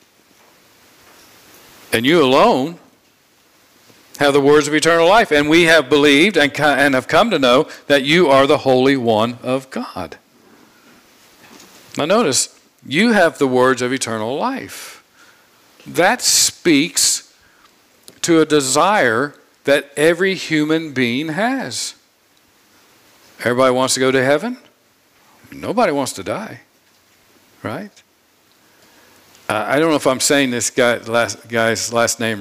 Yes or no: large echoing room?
yes